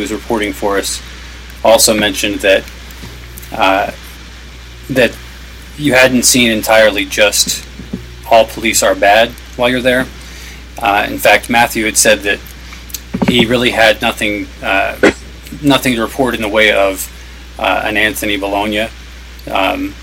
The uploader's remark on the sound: Live from Occupy Wall St. Zuccotti Park.